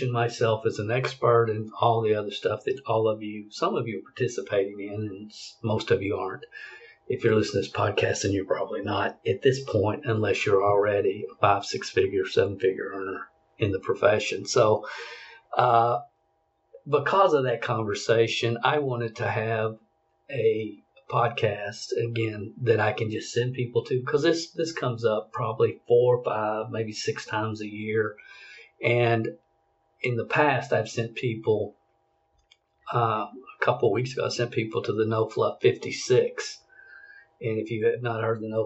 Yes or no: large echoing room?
no